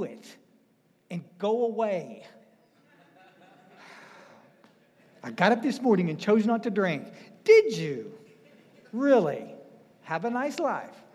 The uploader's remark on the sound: Speaking at the DAA State Conference in FL.